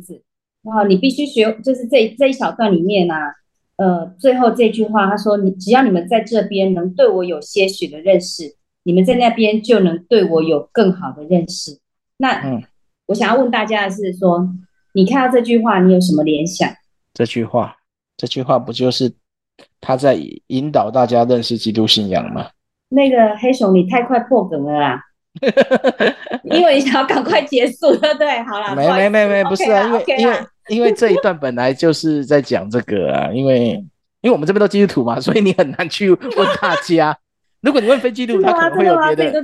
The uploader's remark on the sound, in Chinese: Zoom #讀書會